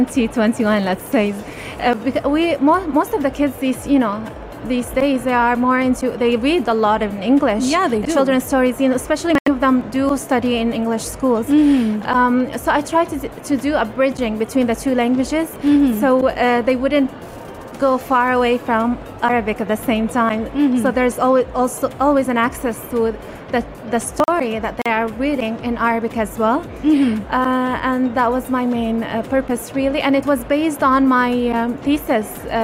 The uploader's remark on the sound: Pulse 95 Live from SIBF. In the UAE.